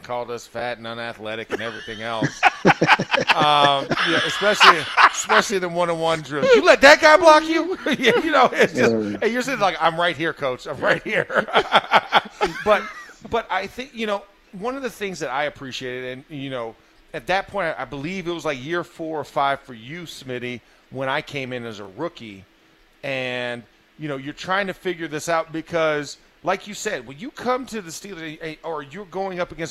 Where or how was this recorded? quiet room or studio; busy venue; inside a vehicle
busy venue